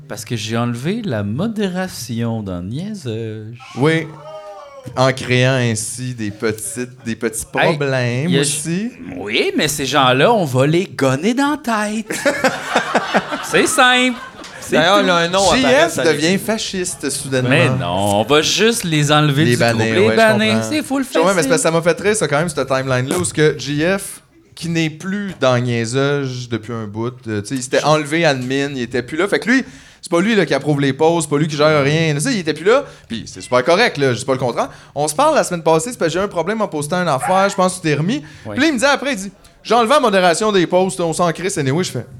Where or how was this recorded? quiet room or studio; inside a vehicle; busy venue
busy venue